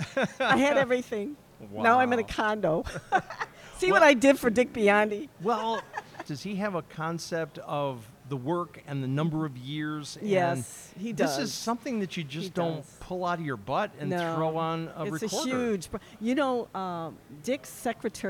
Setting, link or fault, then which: setting, busy venue